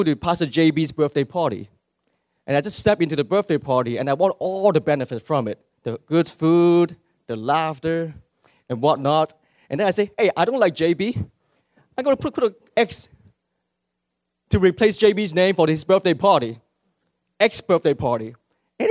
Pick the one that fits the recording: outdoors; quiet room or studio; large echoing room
large echoing room